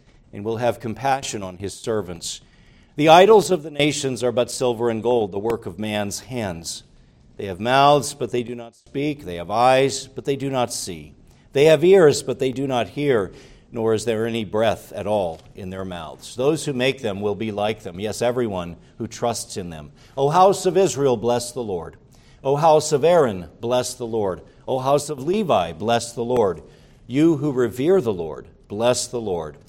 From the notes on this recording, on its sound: Preached at Grace Orthodox Presbyterian Church in Sewickley, PA, during the evening Worship Service on Sunday, August 6, 2023.